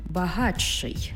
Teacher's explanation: «Ти» і «ши» утворюється «чи-ши».